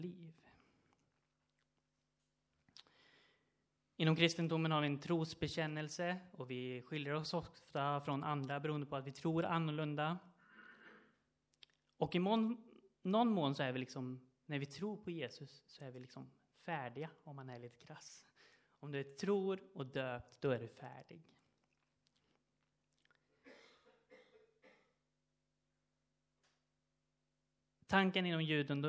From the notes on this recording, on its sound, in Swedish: Inspelad under gudstjänst på Löfstadkyrkans sommarhemm Furuvik i Tranås 2023-07-30.